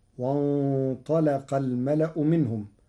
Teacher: قرأ ورش كلمة وانطلق بتغليظ اللام لمجاورتها للطاء المفخمة المستعلية